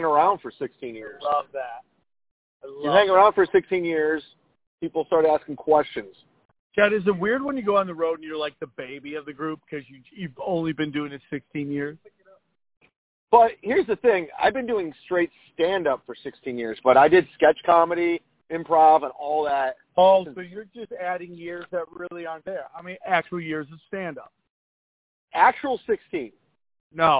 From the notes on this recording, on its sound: You're favorite phone call podcast is back and we are in prime form. While kicking it at his old stomping grounds, Valvoline!